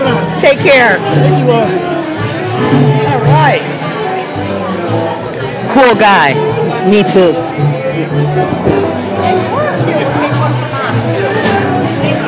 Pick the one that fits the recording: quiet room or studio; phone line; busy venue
busy venue